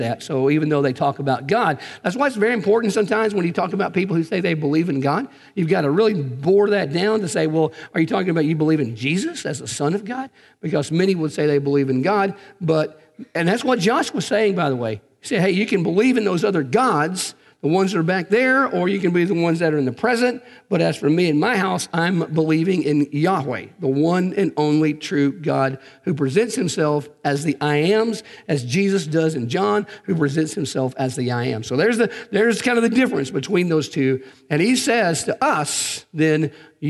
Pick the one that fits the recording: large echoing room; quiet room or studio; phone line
large echoing room